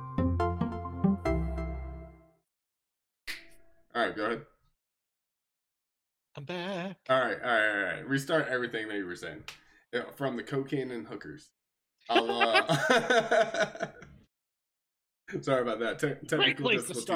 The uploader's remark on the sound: Sorry about the Sound cutting out when my voice got low, I have fixed this for future episodes. My noise gate floor was too high.